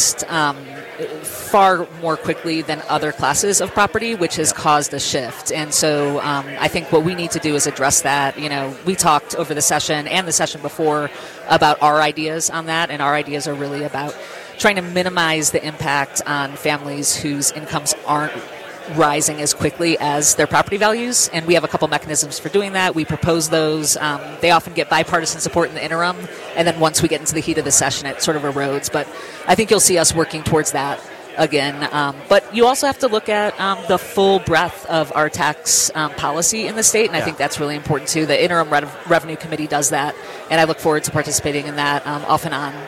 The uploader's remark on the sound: Broadcasting LIVE – MT Chamber’s Business Days at the Capital